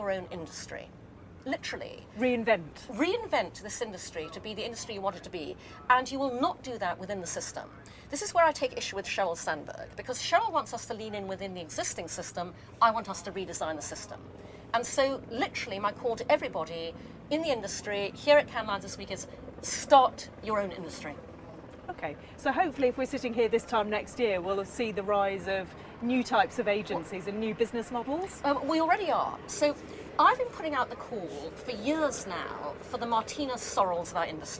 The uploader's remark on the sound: Live at Cannes Lions